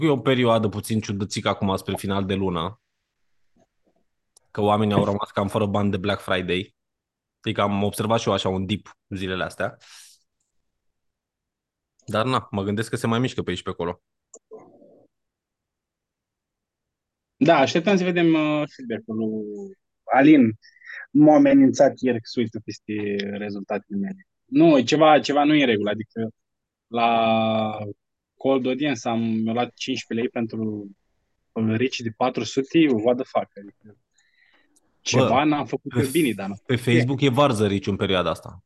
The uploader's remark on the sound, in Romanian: Conferinta Zoom Saptamanala EcomSchool